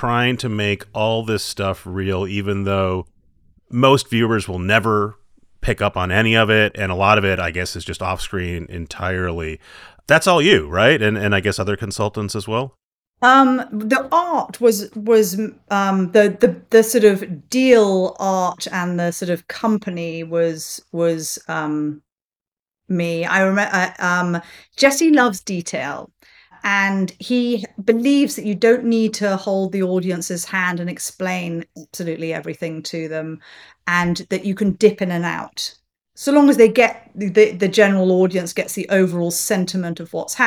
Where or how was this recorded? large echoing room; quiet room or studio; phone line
quiet room or studio